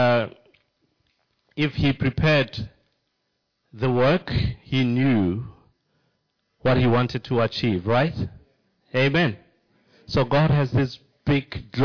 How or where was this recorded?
large echoing room